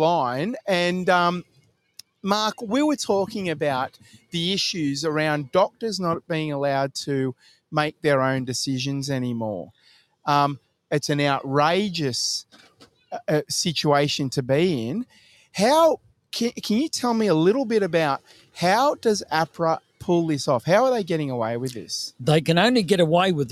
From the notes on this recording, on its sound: Live from Memorial Park in Bunbury WA.